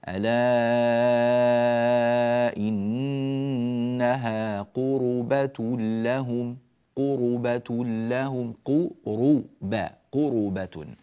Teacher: والوجه الجائز لورش أو الوجه يعني المتعين لورش هو ضم الراء. يقرأ قالون ألا إنها قربة لهم، وأما ورش فيقرأها ألا إنها قربة لهم قربة لهم قربة قربة، هكذا يقرأها ورش رحمة الله عليه.